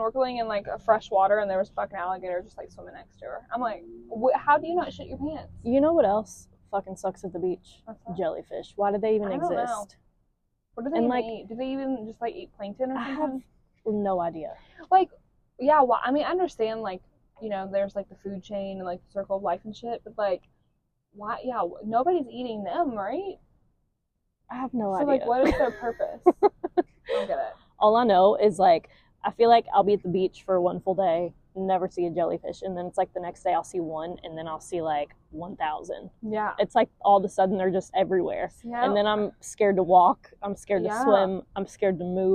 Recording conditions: poor sound quality